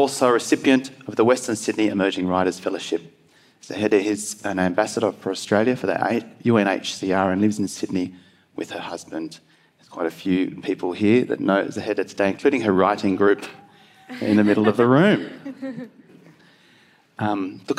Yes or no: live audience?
yes